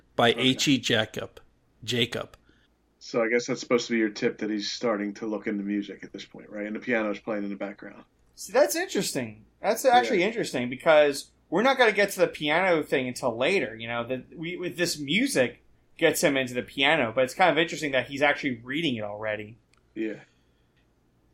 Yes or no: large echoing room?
no